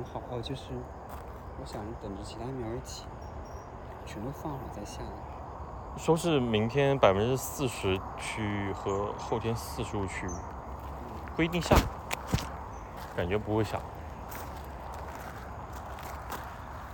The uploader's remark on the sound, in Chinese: 线下干活和散步时的收音闲聊。又一次在花园里一起散步。